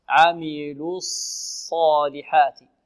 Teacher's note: نضم في اللام ثم نرجع الشفتين في الصاد، عميلوس صالحات، الصاء، والألف تتبع ما قبلها في التفخيم، الألف التي بعد الصاد مفخمة، لا نقول الصالحات الصاء، لا الصالحات، الصالحات.